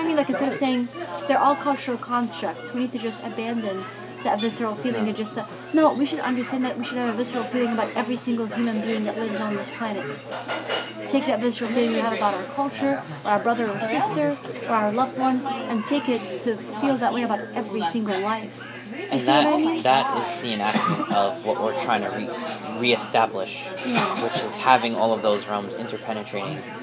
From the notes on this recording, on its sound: decided to record one of our conversations at a local diner, with our notes out.